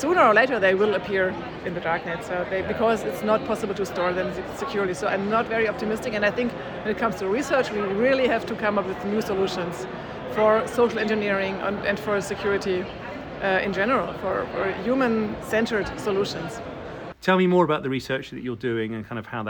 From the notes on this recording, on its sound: From the CHI2023 Human Computer Interaction conference in Hamburg. Conversations at CHI 2023 in Hamburg. From the CHI2023 Human Computer Interaction conference in Hamburg, I chat in-person with five attendees.